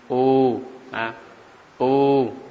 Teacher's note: dua bibir terhimpun, pangkal lidah naik sedikit. U, U, dua bibir terhimpun. · Term: wawu sukun